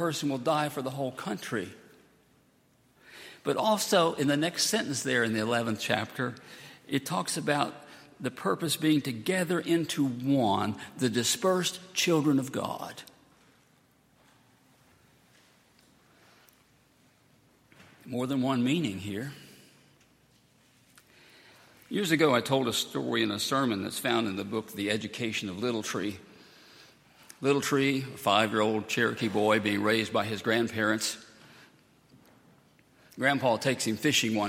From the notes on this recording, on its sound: At Highland Baptist Church.